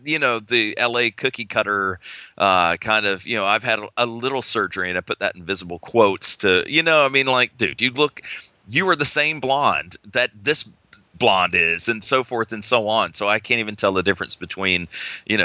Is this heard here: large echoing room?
no